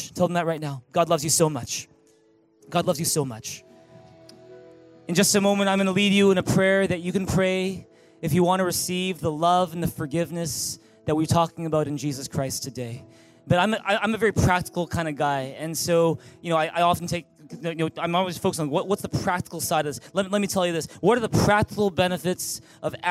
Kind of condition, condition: setting, large echoing room